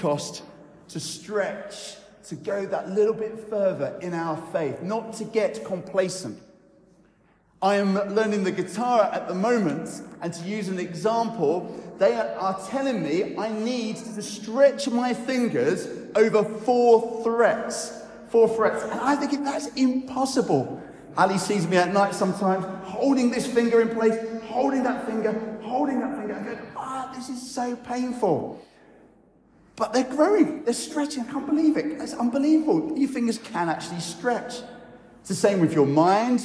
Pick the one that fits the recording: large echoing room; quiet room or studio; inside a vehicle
large echoing room